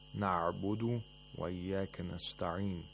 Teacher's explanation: Notice the ayns, they have to be pronounced deep in the throat.